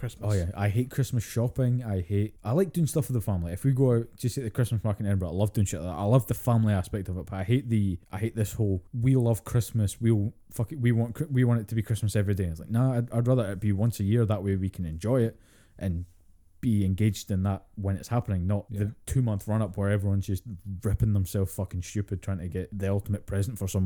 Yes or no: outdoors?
no